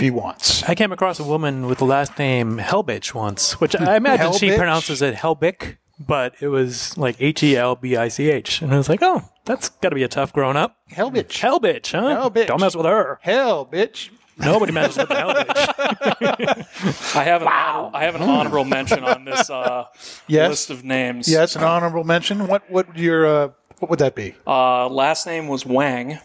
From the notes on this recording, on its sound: As we broadcast live on location from Studio 21 Podcast Cafe high above Two Guys Smoke Shop in Salem, New Hampshire on the United Podcast Network.